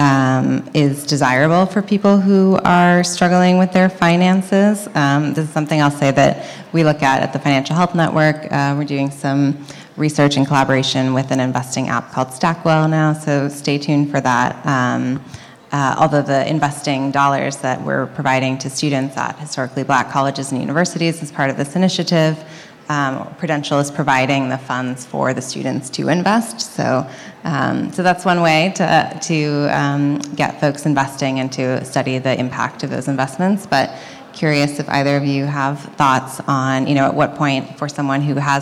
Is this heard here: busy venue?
yes